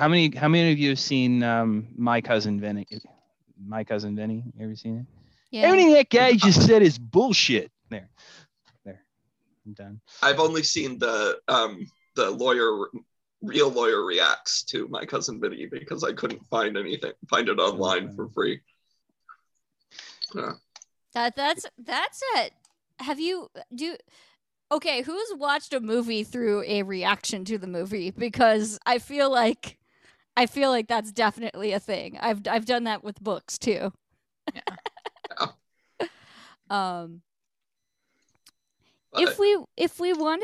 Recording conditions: video call